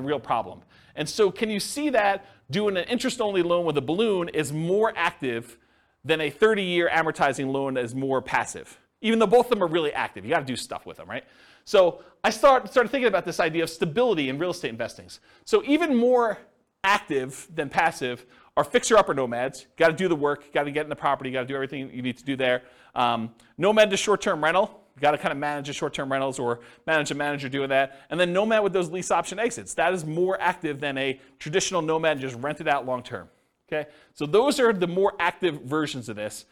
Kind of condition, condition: setting, live audience